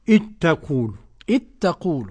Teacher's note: قرأ بإدغام الذال في التاء